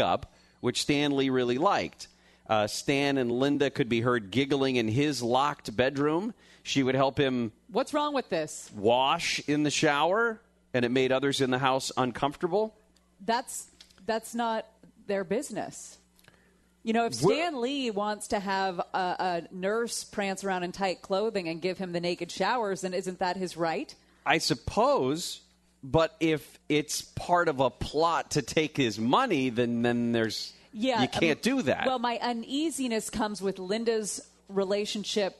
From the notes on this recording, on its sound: live at JT Schmid's Restaurant & Brewery in Tustin